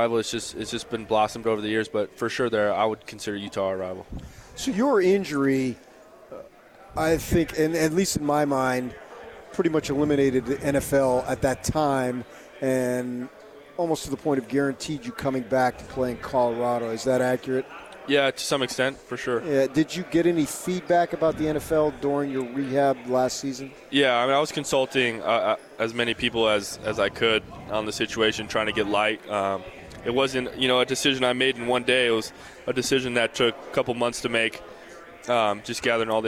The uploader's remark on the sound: LIVE from Pac-12 Media Day in Los Angeles, CA.